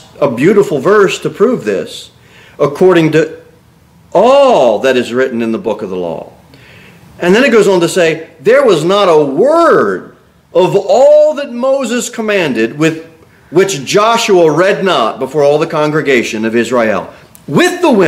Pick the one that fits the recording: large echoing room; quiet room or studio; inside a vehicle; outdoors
large echoing room